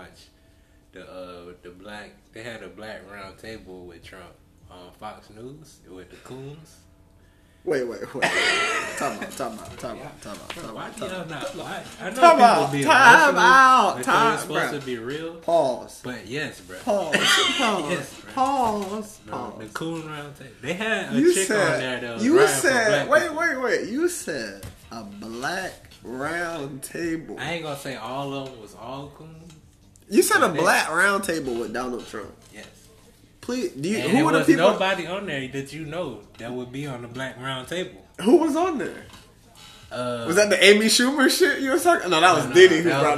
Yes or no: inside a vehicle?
no